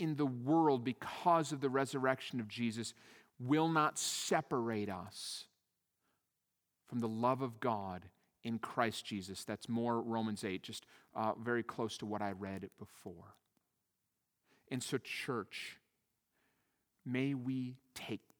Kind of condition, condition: setting, large echoing room